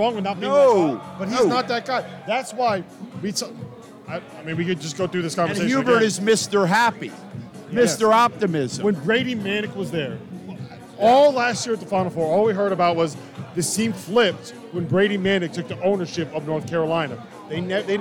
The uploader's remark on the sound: live from Stadium Swim in Las Vegas!